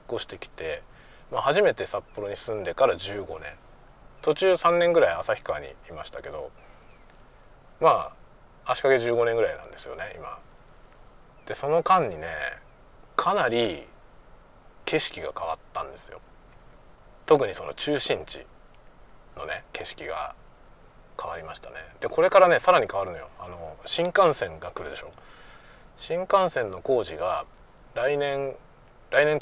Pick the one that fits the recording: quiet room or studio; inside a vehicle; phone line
inside a vehicle